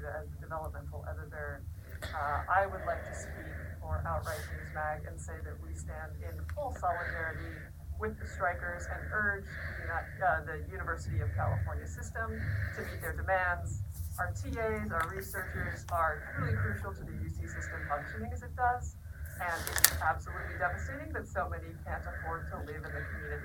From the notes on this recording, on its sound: Since there are audio issues.